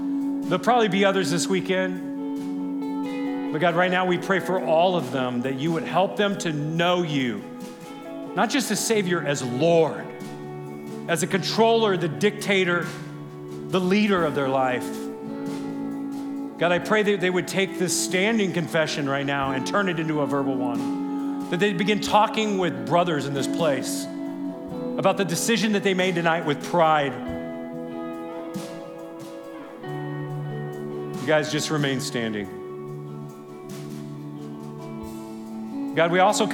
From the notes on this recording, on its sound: This is from our most recent event, Men’s Roundup 2023. This is session 1 from Friday night.